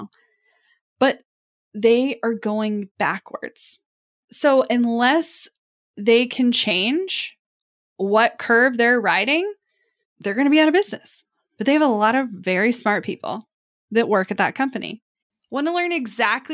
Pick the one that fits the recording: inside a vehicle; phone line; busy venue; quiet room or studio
quiet room or studio